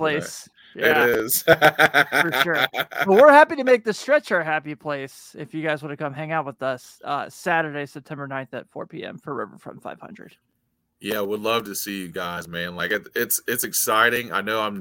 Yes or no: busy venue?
no